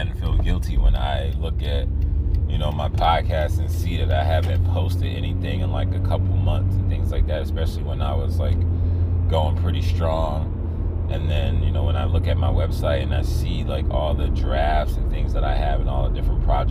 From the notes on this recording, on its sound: I recorded this in my car so please disregard any annoying background noise.